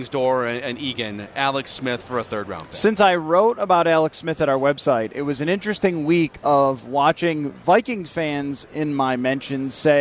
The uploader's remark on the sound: live from Radio Row